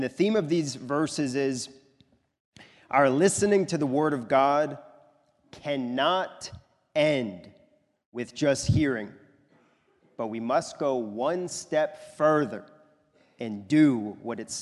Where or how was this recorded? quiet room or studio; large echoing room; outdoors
large echoing room